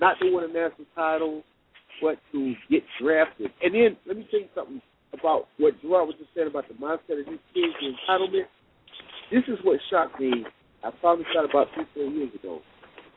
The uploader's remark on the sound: call in show with CaneSport subscribers and Canes fans throughout the world